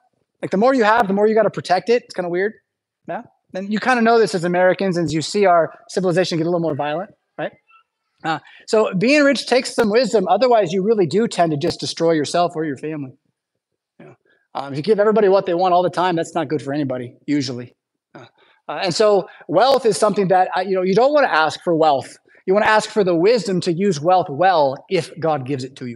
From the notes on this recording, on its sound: Preached at St Paul Lutheran Church , Rockford, Illinois on Sunday November 12th, 2023